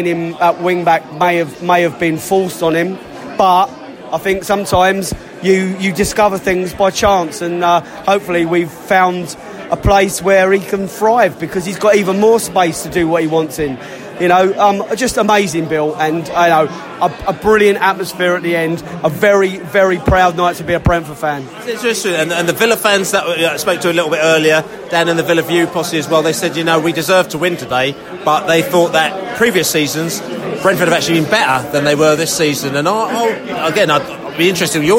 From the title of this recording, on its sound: post-match podcast from the pub